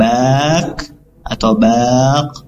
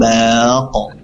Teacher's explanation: Jadi qalqalah itu di mana makhrajnya, tempat keluarnya yaitu di tenggorokan, ya, bagian atas, ya, bagian pangkal, kemudian di bagian atas di sini o ko. Kalau kaf, kaf itu di bagian tenggorokan bagian tengah, kalau qaf di bagian pangkal. Jadi terdengar berbeda harusnya, ya.